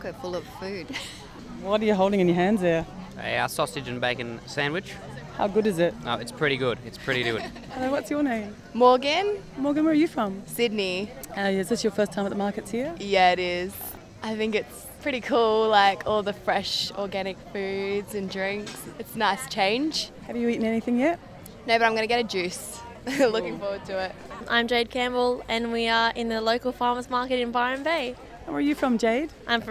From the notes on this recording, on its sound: Live in the Shire. Community voices weave their way around bites of food and guzzles of juice to land in my microphone.